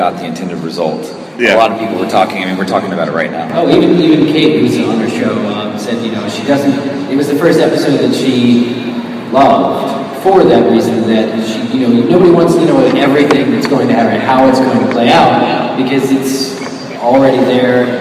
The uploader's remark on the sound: LIVE in Indianapolis. In front of the show’s first ever live audience.